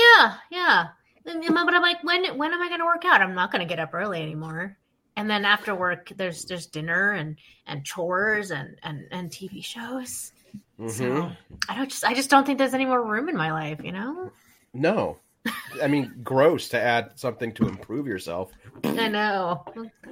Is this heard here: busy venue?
no